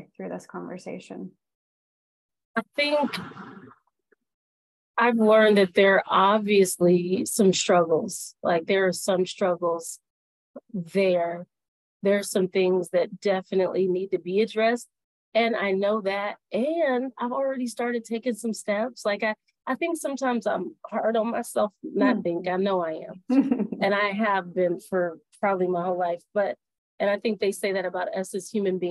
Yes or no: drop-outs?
yes